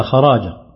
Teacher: بتحريك الراء بالفتح بعدها ألف هكذا خراجا، والباقون بسكون الراء وحذف الألف خرجا.